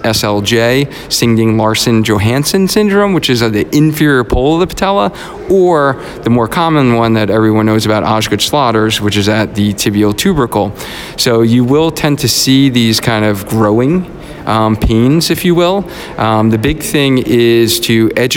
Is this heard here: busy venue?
yes